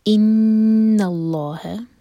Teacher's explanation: نون پر غنہ، لام جلالہ ہیوی اور دوہرے کا لمبا ان اللہ، ہا کو ہیوی نہیں ہونے دینا، یہ لائٹ رہے گا.